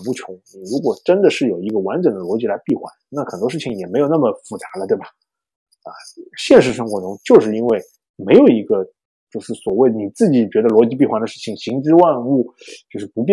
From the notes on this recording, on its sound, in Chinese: 因某种“不可抗力”下录音设备问题，导致本期节目音质略有瑕疵，望见谅。